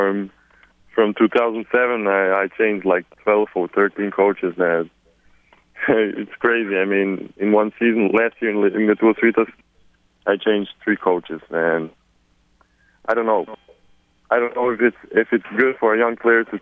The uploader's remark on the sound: conference call